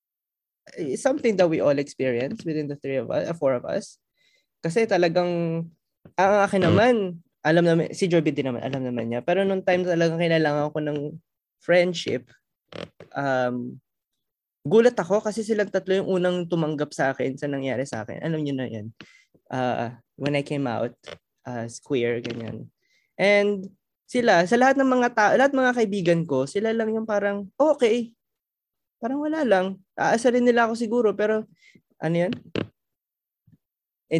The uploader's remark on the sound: In our debut and first ever Zoom call